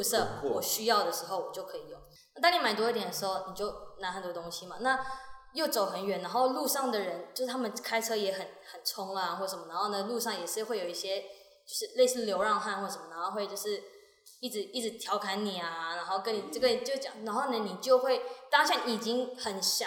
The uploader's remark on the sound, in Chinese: 本集收音不佳，有些回音，請見諒！